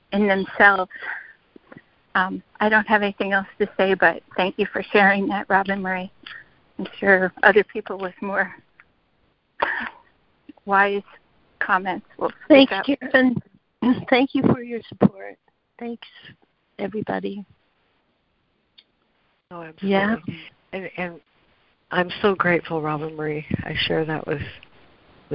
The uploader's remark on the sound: ACIM Daily Conference Call.